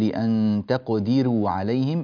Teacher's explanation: الراء هنا طبعا مضمومة وقبلها مكسور فترقق